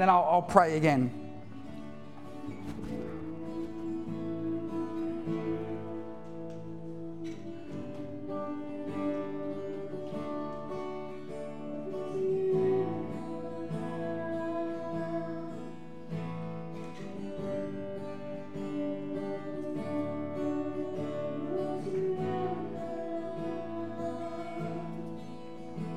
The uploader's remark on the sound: Recorded live at One Heart Church (Tumby Bay) at the 4pm serivce.